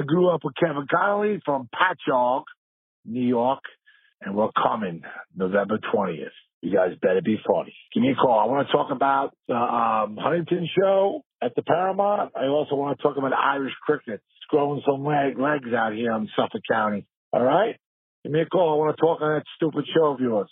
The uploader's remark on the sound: take live show ideas from callers